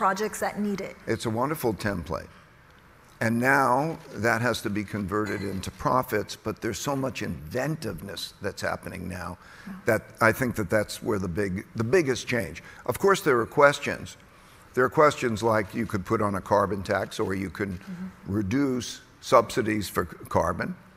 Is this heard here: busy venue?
yes